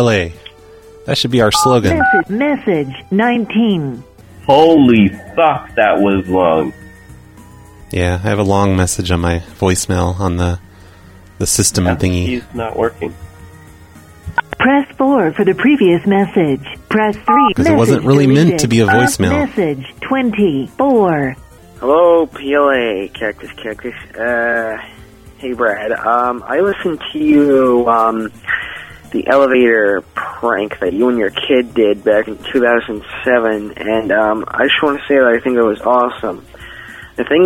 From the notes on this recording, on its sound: Prank Phone Calls Collection. Snow plow show reservations and voicemails.